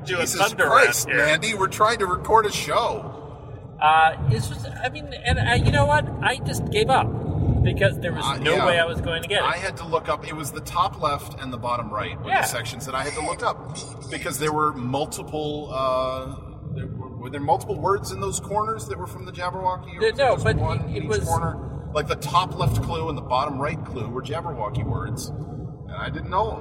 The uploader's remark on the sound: We might sound a little like our heads are in a toilet, but we promise, it’s just a Honda Fit.